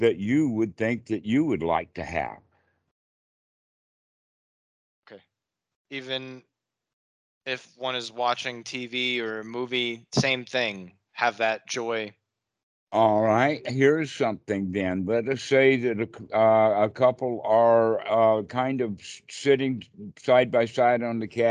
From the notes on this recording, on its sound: Skype calls on this channel.